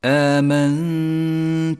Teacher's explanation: والغنة هنا مرققة لأن حرف التاء مرقق